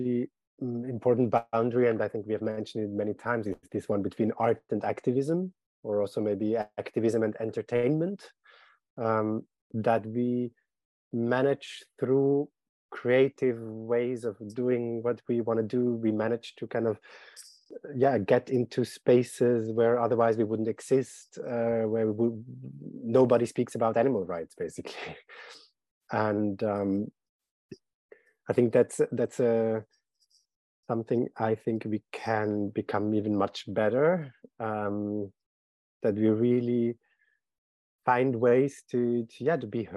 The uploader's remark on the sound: for a live online event